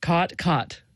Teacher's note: Yes, there you have your you have what's called the cot-cot merger, or in linguistic circles, the low back vowel merger, which is sort of the biggest marker of Western speech